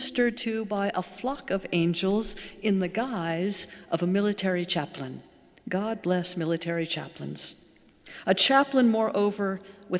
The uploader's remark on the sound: Sermons from Old South Church in Boston